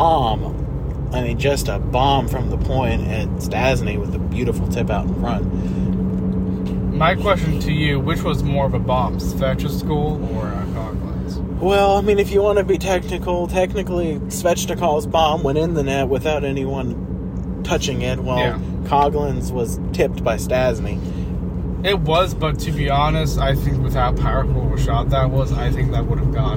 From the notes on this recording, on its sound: A Carcast Special. Making a podcast episode while driving home from a canes game.